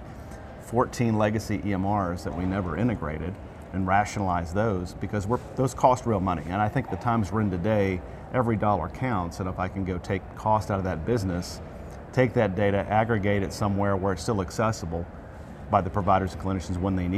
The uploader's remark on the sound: an Interview in Action live from ViVe 2023